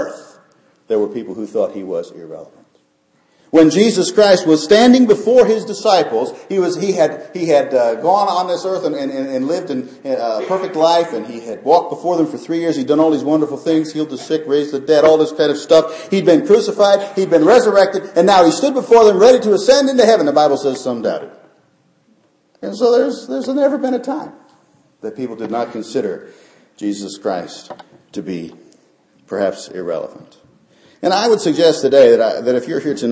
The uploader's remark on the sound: Christmas Eve Service. Short devotional given during Christmas Eve candlelight service.